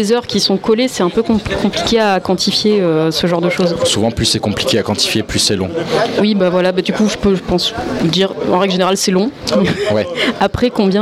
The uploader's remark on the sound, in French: Plateau en direct lors de la Fête de la BD à Alès, 6e édition.